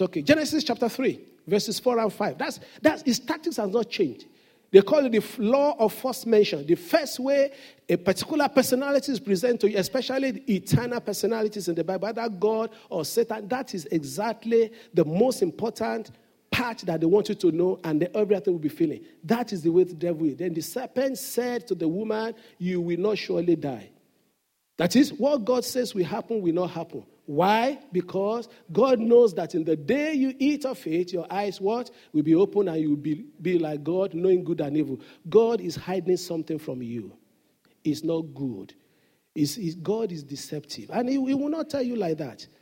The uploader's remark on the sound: Sunday Service message. The senior pastor of Fountain of Love, RCCG Aberdeen, UK.